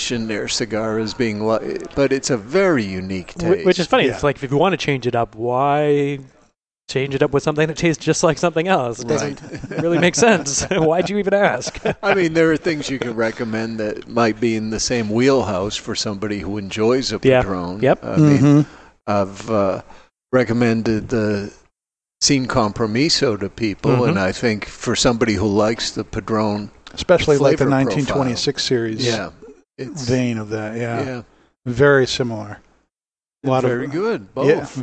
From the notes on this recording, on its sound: Broadcast live on location from Studio 21 Podcast Cafe high above Two Guys Smoke Shop in Salem, New Hampshire on the United Podcast Network.